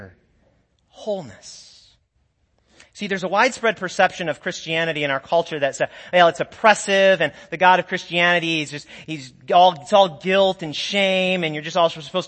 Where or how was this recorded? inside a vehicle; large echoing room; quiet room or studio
large echoing room